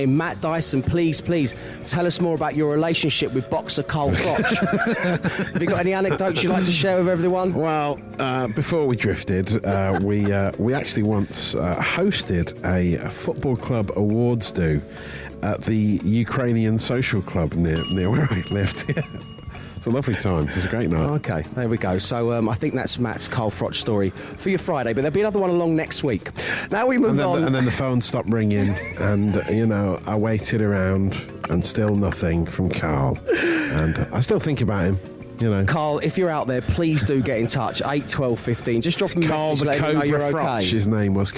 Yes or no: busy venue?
yes